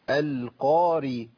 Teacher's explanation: والألف اللي بعد القاف مفخم والراء مرققة.